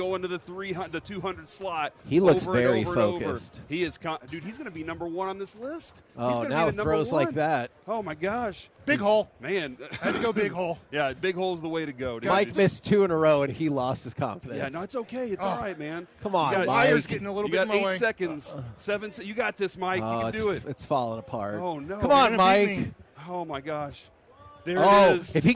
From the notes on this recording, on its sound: LIVE from Radio Row in Las Vegas!